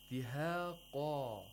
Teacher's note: the qaf causes the aliful mad to be pronounced with tafkhin, with thickness